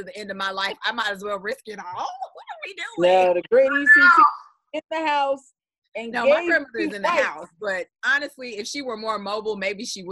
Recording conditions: video call